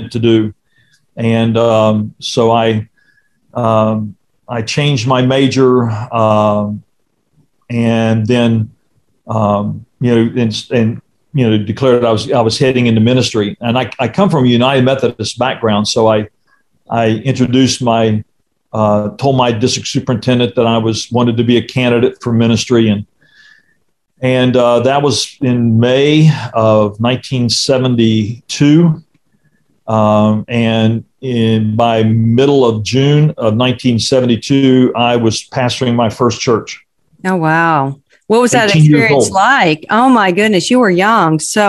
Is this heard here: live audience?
no